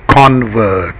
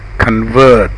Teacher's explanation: Use stressed dog vowel and follow with bird vowel in the noun. · Shown in: first take